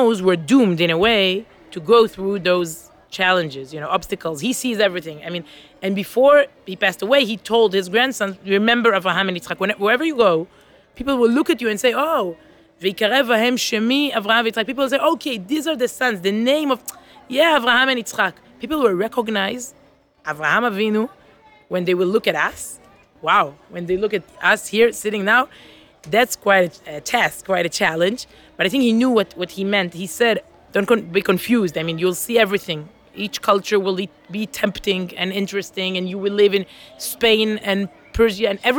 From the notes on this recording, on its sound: They met up for coffee outside on a sunny Jerusalem morning.